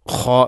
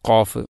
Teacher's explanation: ഖുലുഖിൻ ഖാ ഖാഫ്, തൊണ്ടയുടെ ഏറ്റവും മുകൾ ഭാഗം ഖാ, അതിനും തൊട്ട് അപ്പുറത്തായിട്ടാണ് ഖാഫ്